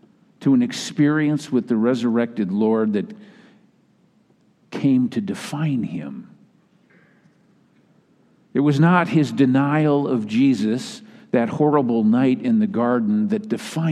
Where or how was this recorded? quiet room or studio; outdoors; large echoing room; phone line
large echoing room